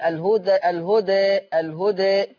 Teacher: يبقى الهدى ما تقرأ وقفا ووسطا فيها التقليل